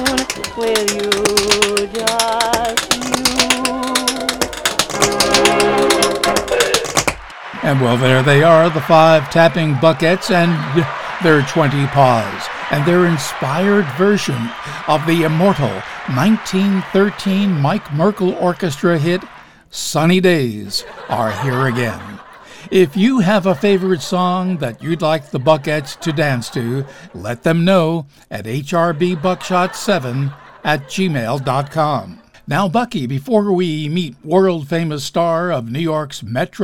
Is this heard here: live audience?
yes